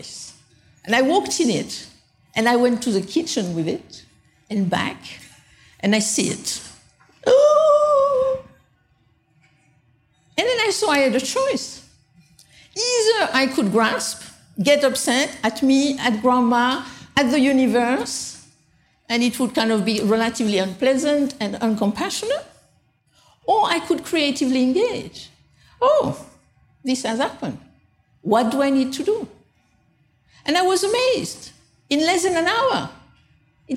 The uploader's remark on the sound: taken from the Buddhist Geeks Conference in 2012